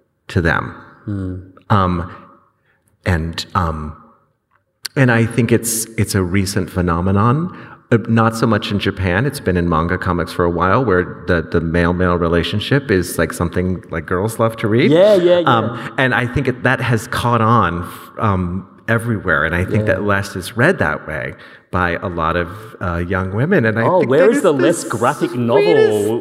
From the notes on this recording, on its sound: This event was recorded on Wednesday 9 November 2022 at The Capitol as part of the Wheeler Centre’s Spring Fling: A Short Series of Big Ideas program.